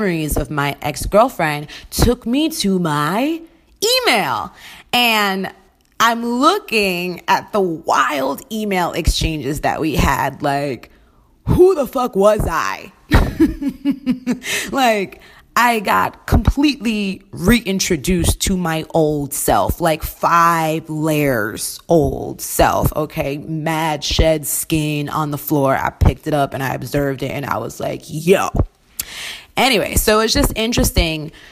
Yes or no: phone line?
no